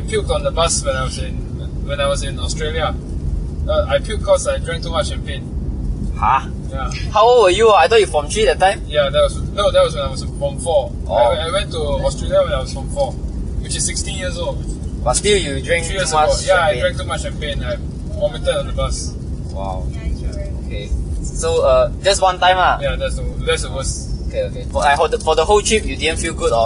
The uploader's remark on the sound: We were talking while driving back home.